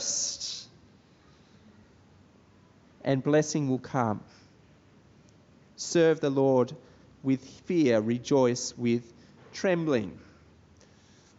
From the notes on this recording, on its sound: This sermon was preached at Brickfields Asia College Christian Fellowship on 5th October 2021.